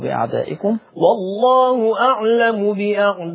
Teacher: إن بأعدائكم مد متصل ورشه مده تمام. والله أعلم بأعدائكم وكفى بالله وليا وكفى بالله نصيرا وكفى بالله وليا وكفى بالله نصيرا.